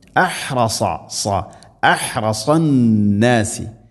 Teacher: അഹ്റസ ഹ സാദ് ശ്രദ്ധിക്കേണ്ട അക്ഷരങ്ങളാണ്. ഹ തൊണ്ടയുടെ മധ്യഭാഗം, സാദ് നാവിൻ്റെ മധ്യഭാഗം അണ്ണാക്കിലേക്ക് ഉയർന്ന് സ്വരഭാരത്തിൽ ഉച്ചരിക്കേണ്ട അക്ഷരം. അഹ്റസ സ അഹ്റസന്നാസി അന്നാസി, നൂന് ശദ്ദ് ഗുന്ന ചെയ്യണം.